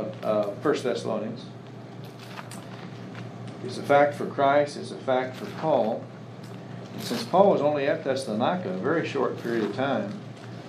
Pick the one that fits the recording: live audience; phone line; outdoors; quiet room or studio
live audience